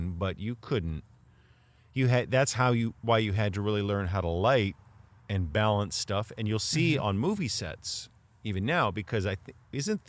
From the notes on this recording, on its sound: This is our first recording outside and we're having a ball.